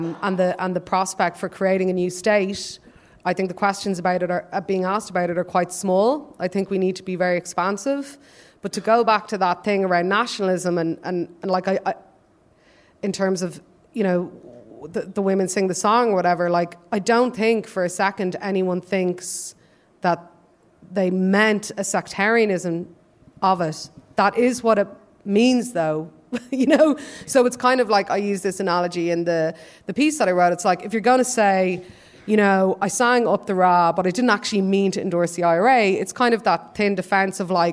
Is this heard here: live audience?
yes